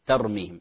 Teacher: ولكن التاء في ترميهم ليست مفخمة، ليست طاء، طر طر، انتبه هي تاء مرققة ترميهم.